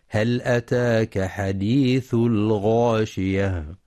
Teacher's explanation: ينتبه القارئ لإظهار اللام في هل وهي لام حرف، ولترقيق الهمزة في أتاك كما يراعى تفخيم الغين في الغاشية، والوقف على التاء المربوطة هاء ساكنة الغاشية.